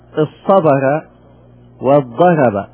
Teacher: ووجه كونه شاذا على الشاذ أنه صار على عكس القياس، أدغم الثاني في الأول وبقي الأول وزال الثاني